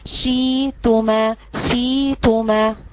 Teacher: الوجه التاني: وكلا منها رغدا حيث شئتما، حيث شئتما إبدال، الهمزة بيبدلها من جنس حركة ما قبلها، وحركة ما قبلها مكسور، يبقى هيبدل الهمزة ياء، يعني كأن الهمزة مش موجودة وبدلها حرف الياء.